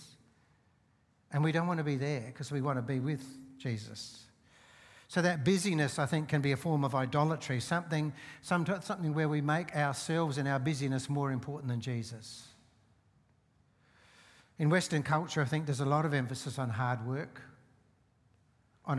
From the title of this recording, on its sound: Seeds Church Live